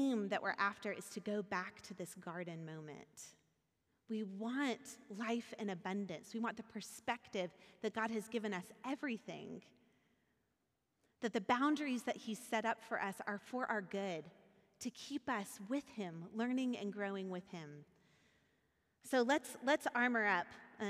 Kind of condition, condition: setting, large echoing room